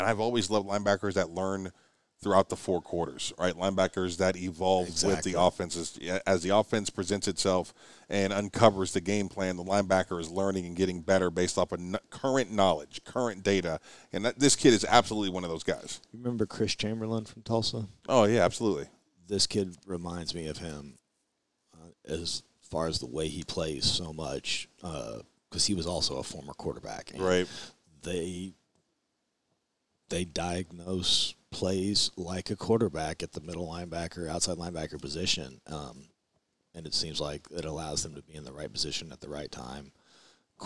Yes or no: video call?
no